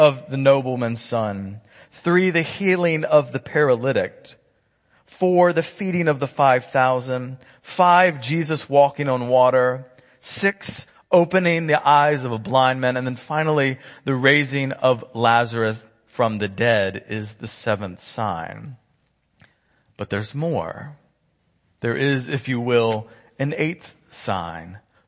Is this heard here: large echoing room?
yes